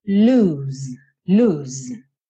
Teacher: O verbo aqui é com um O só, lose, mas a pronúncia dessas duas palavras, tanto com um O quanto com dois O's, é a mesma, é esse U comprido